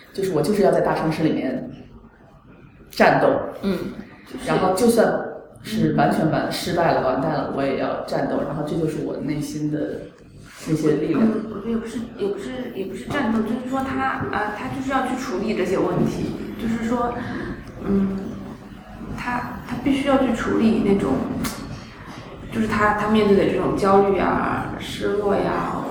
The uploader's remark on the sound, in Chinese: 由于包间有回声，音质欠佳